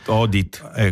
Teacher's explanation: Perché il dittongo si è monotongato. Audit. Quindi no, in inglese viene pronunciata audit.